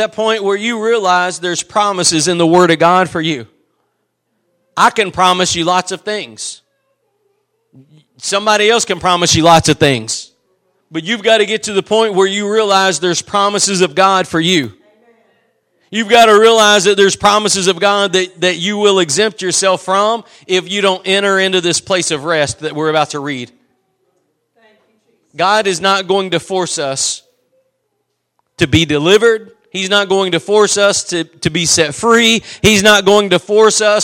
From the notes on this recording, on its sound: Preached at Gospel Lighthouse in Bossier City, La.